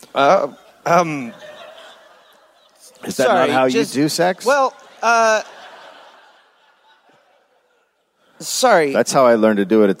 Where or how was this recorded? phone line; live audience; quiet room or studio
live audience